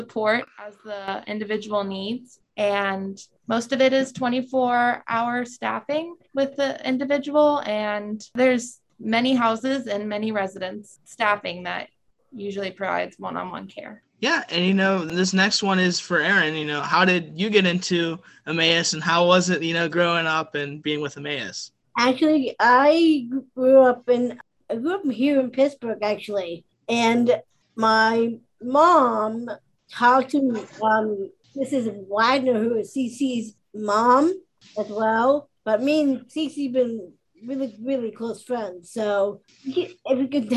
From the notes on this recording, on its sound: it was a zoom-style interview